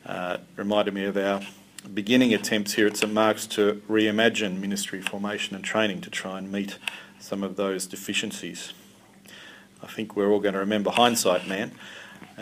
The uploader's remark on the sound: lecture, delivered at St Mark's National Theological Centre on 14 August 2017